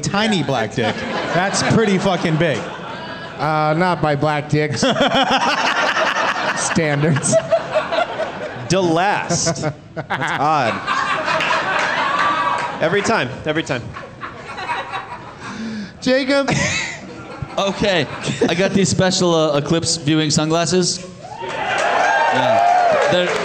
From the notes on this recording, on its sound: Live from the Tacoma Comedy Club